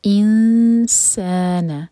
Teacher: خلقنا الانسان، ان یہاں پر اخفا ہوگا سین کے لیے، لائٹ اخفا. 2 سیکنڈز کا ٹائم دیں گے اور نون کے مخرج کو چھپائیں گے